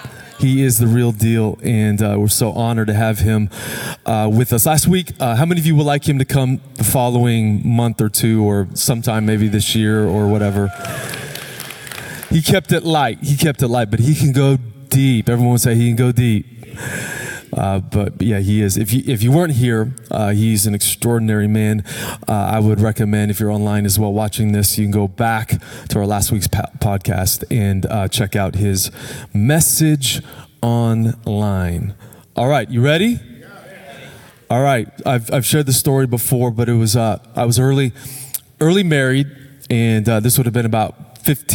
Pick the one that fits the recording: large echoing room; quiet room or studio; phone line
large echoing room